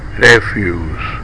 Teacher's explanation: say refuse with a stressed bet vowel and follow with boot vowel. When verb, say refuse with bit vowel and a stressed food vowel.